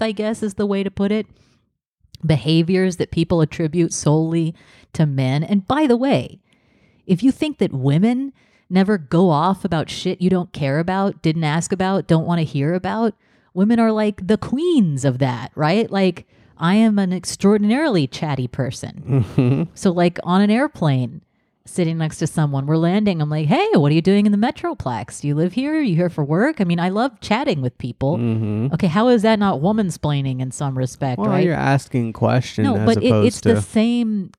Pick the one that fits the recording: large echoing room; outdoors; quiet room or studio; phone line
quiet room or studio